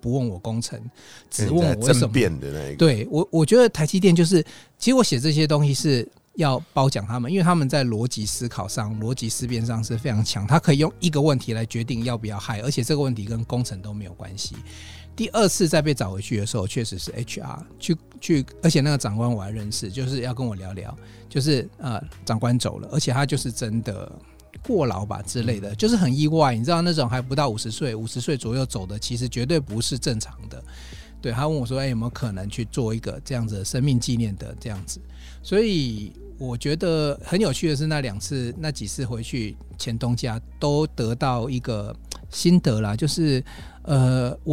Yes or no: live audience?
no